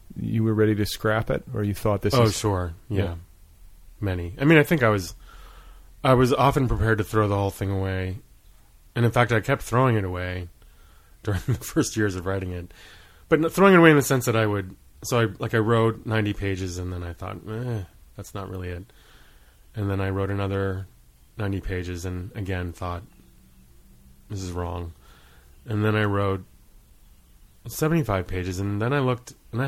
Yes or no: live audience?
no